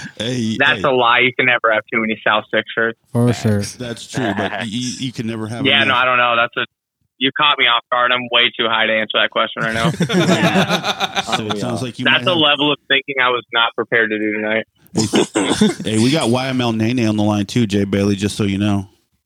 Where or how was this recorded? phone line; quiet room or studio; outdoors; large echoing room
phone line